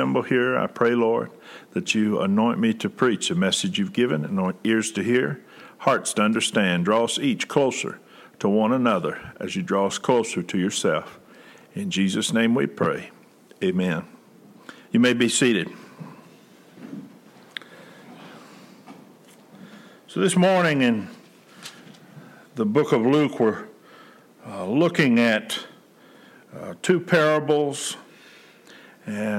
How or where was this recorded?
large echoing room